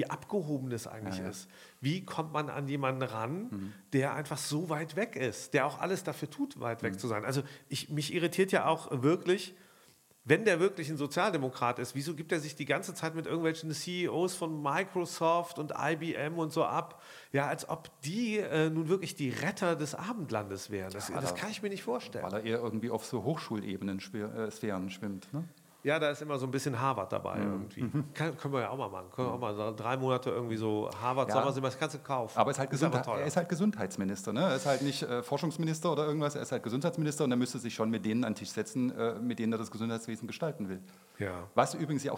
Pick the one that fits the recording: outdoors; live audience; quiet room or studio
live audience